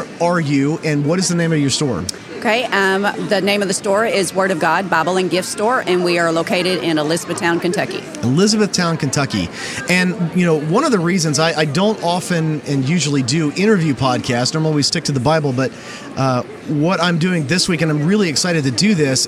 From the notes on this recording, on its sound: I recently had the privilege to sit down with her at the Christian Product Expo in Lexington, Kentucky.